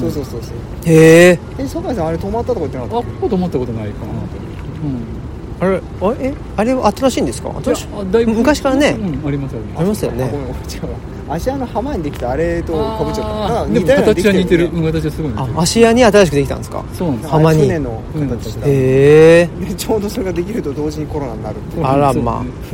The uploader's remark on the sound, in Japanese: 恒例の街ブラ収録。神戸の海辺、街を歩きながら。